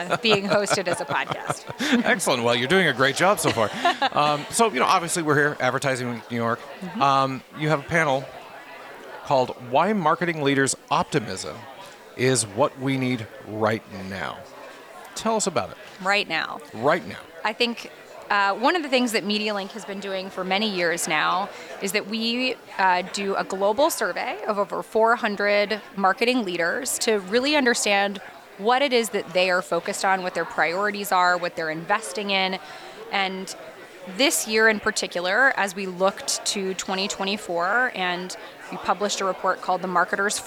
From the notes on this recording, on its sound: Recorded live at Advertising Week New York 2023.